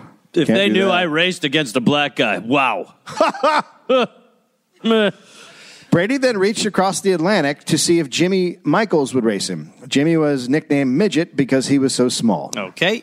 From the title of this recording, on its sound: Live in Indianapolis